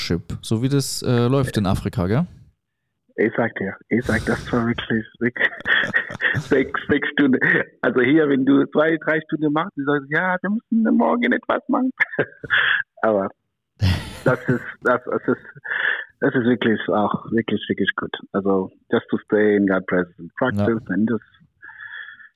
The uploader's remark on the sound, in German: Per Telefon aus dem weit entfernten Wesel dazugeschalten.